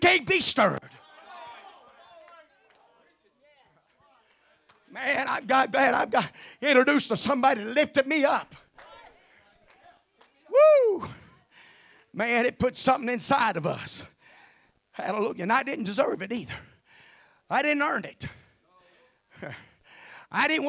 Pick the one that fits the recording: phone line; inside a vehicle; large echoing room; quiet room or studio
large echoing room